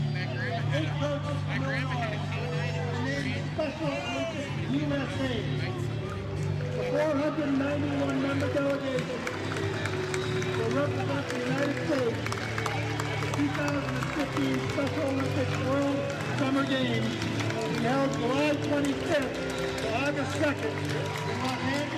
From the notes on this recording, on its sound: podcasting live at the 2015 Summer Games for Special Olympics Illinois